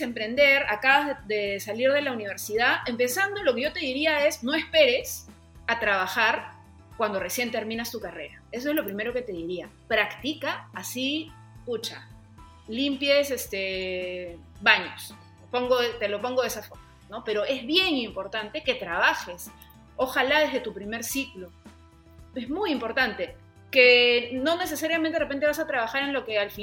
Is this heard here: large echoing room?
no